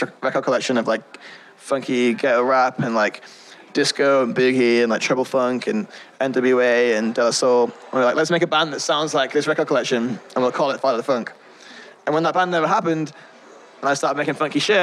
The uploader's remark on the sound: This was recorded at River City Revival House at an event put on by Cheshire Productions.